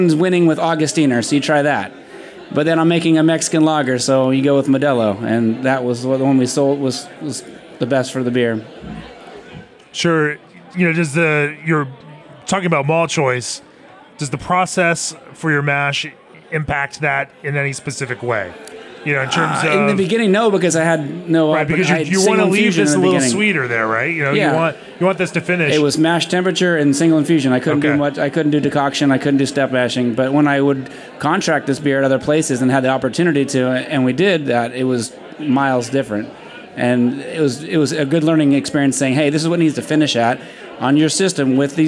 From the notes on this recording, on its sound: Recorded in front of a live audience late one night on the patio of Cerveza Fauna after a full day of judging for the Copa Baja beer festival in Mexicali, Mexico, in late 2023.